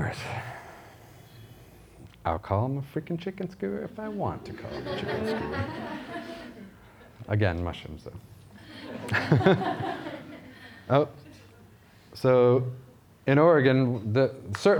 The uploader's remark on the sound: This was recorded at Vevolution Topics: Food Innovation 2018.